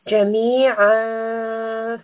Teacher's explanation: ayn is from the middle throat, and there should be a slight strangulation sound.